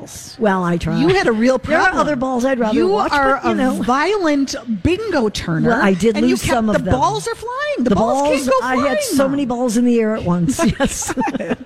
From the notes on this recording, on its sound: live at Revolution Hall at Rosedale Center